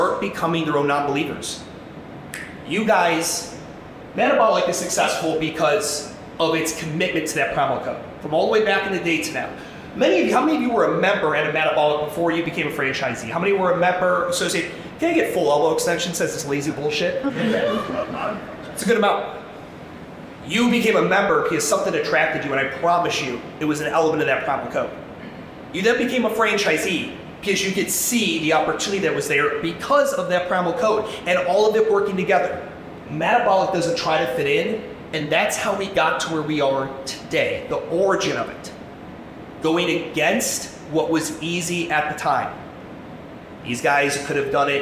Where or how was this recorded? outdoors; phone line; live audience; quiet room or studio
live audience